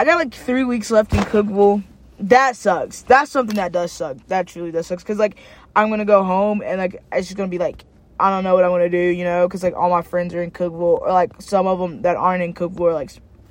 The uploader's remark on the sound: Just sitting in my car